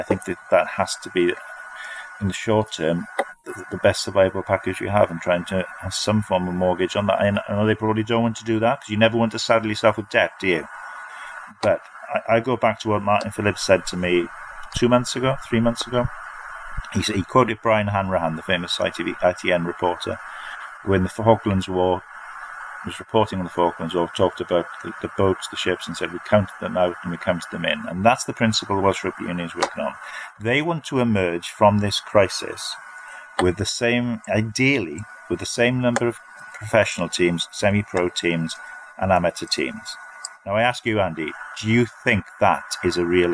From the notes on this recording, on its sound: Our writers join forces remotely. Apologies for any sound issues from recording remotely.